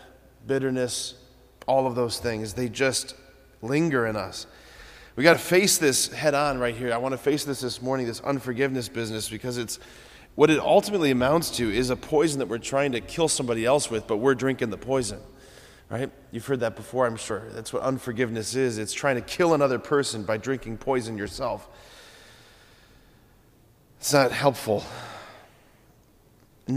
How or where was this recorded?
large echoing room